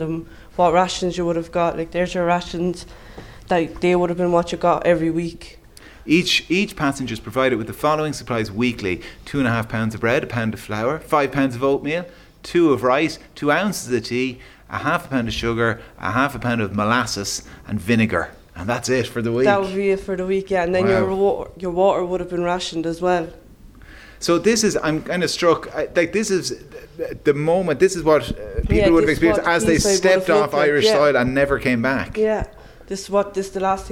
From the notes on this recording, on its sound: While broadcasting LIVE from the Dundrody Visitor Centre as part of the Kennedy Summer School